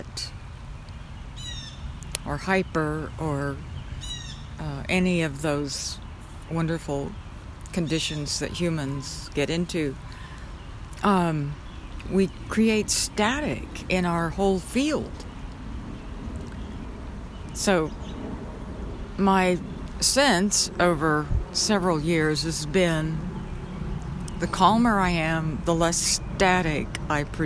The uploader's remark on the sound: Walk in the Park. On my way back home, I stopped in a local park and recorded this podcast with a walking meditation.